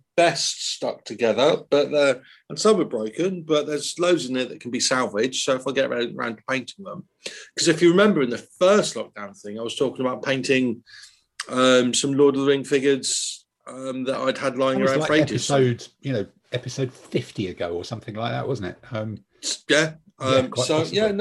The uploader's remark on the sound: In this week's swelteringly hot podcast the regular team of seven perspire their way through a zoom call.